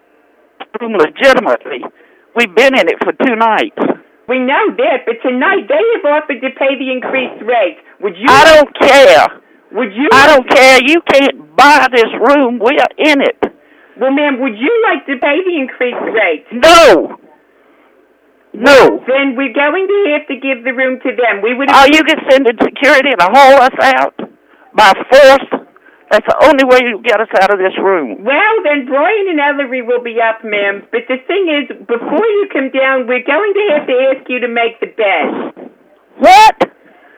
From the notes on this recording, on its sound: Personal Prank Phone Calls Collection